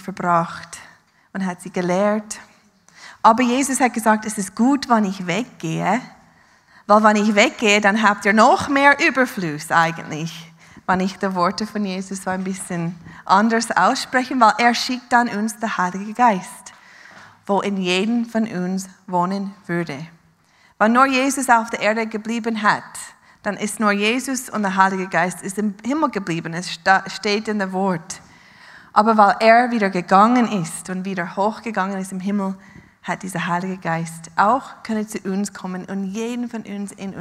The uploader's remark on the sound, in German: Live aus Winterthur der Dienstagsgottesdienst